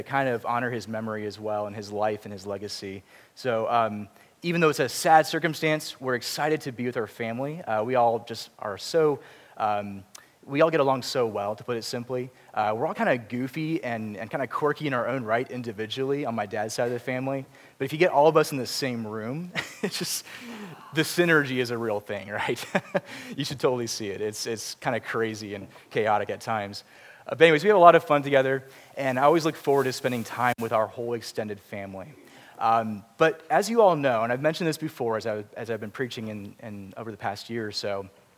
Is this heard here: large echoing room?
yes